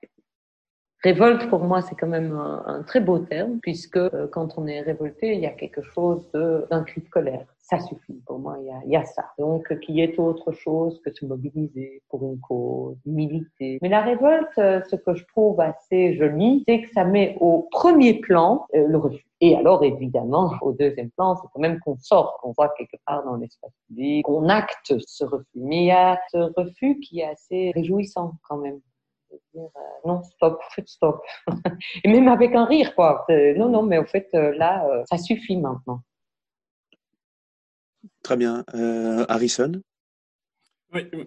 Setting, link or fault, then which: link, video call